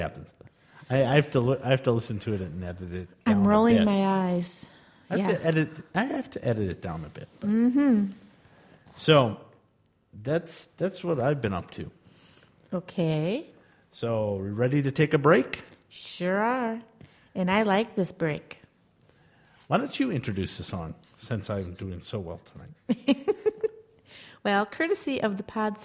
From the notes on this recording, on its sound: We also have an audience.